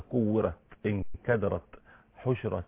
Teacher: خلي بالك الهمس اللي في التاء لا يحول إلى صوت حرف سين